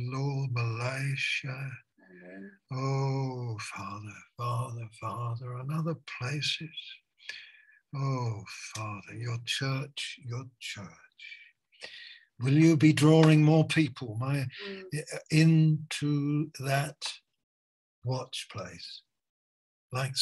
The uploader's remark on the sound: Malaysia Meets (Zoom)